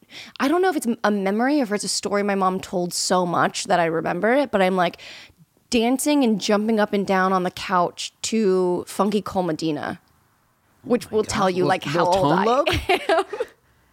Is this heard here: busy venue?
no